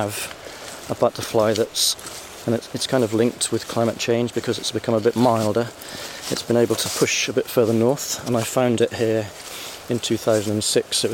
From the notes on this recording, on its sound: Ventures south on the Ardnamurchan Peninsula to Morvern, for a walk through time and nature. On a moody, drizzly day. For a walk through a beautiful patch of woodland which opens out onto some fascinating ruins.